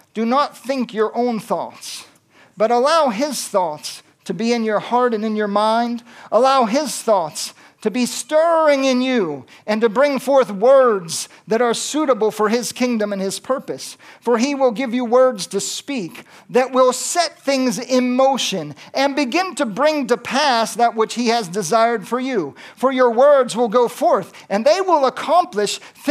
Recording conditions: large echoing room